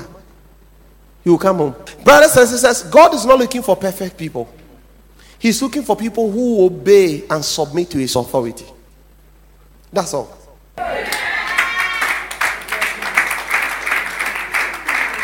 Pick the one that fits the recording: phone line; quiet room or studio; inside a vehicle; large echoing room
large echoing room